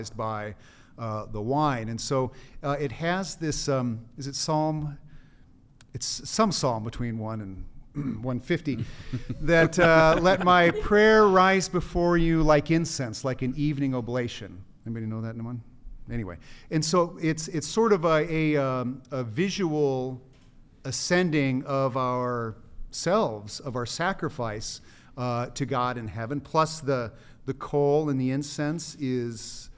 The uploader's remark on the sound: Today’s episode was filmed in front of a live studio audience at Benedictine College.